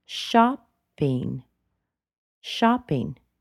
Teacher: It goes down rather sharply, doesn't it? It doesn't rise.